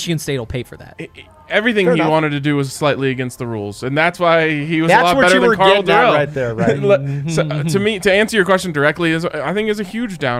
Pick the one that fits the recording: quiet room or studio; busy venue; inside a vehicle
busy venue